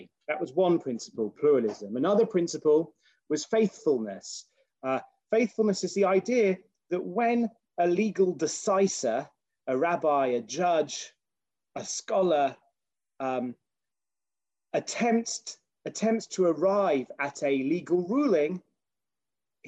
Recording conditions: video call